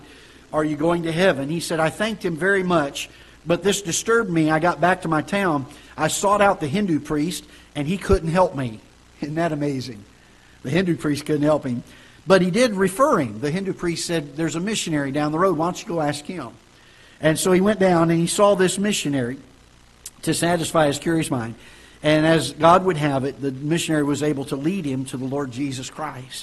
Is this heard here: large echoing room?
yes